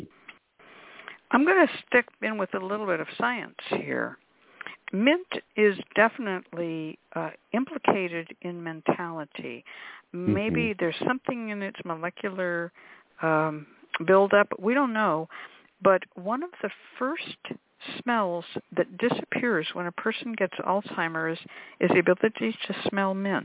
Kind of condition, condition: link, phone line